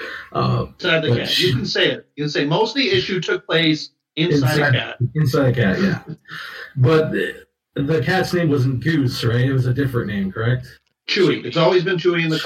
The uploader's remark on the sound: Apologies for the poor audio quality. Technical issues with new gear.